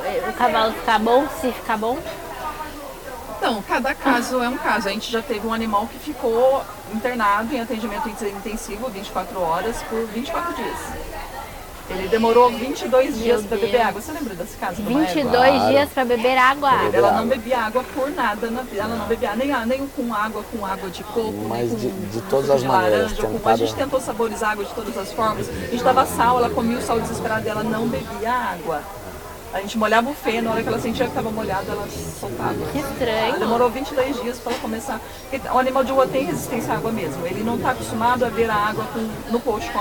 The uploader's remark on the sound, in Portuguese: episódio gravado durante o XVIII festival nacional do cavalo brasileiro de hipismo